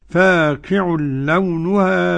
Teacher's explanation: فاقع لونها إدغام غير غنة والهاء ممدودة مد طبيعي